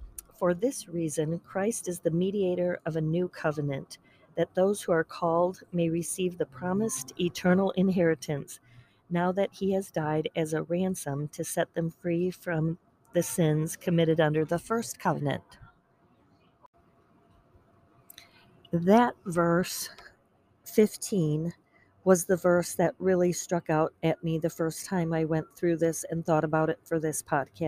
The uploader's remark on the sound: Recorded at the Charlotte, NC airport